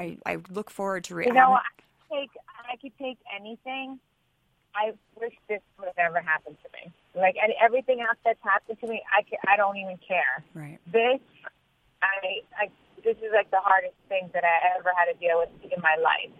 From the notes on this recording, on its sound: on the phone